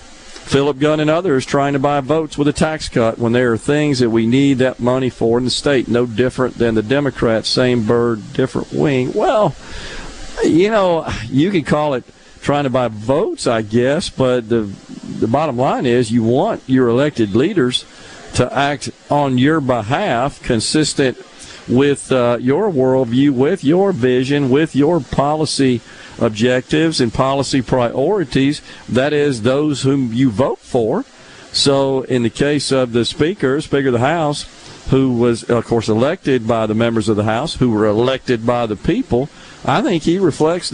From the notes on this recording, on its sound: Is LIVE from Founder's Square at The Neshoba Co Fair. Under the SuperTalk tent in the Element Wealth Studio by a wide variety of guests.